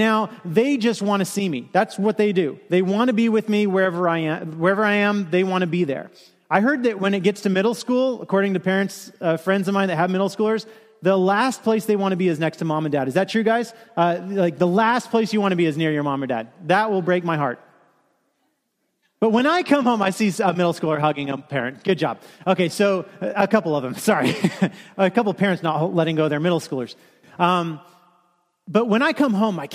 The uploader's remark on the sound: Kick Off message delivered during the Contemporary Worship service.